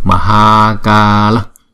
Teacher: Chữ A có dấu gạch ngang trên đầu, chúng ta đọc hai nhịp